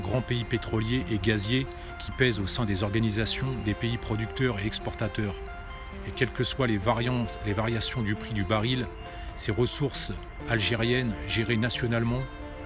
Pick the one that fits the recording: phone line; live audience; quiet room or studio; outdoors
outdoors